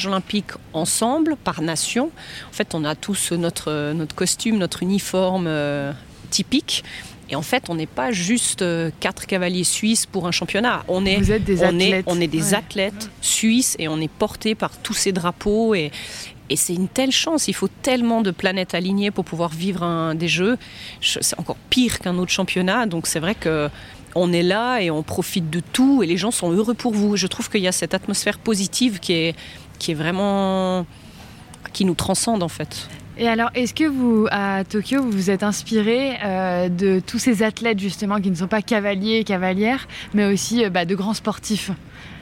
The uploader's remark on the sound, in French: Nous sommes en direct du CHI de Genève dont nous sommes, pour la deuxième année consécutive, média partenaire ! Nous enregistrerons chaque jour deux épisodes et les diffuserons dans la journée.